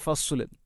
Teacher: രണ്ട് സ്ഥലത്തും ഫസ്ല്. ഫസ്ലിന് സ്വാദാണ്, സ്വാദിന് പകരം സീനാവുന്നത് പ്രത്യേകിച്ചും ശ്രദ്ധിക്കേണ്ടതാണ്. അപ്പോൾ ഫസ്ലു, ഫസ്ല് എന്നാണ് പറയേണ്ടത്.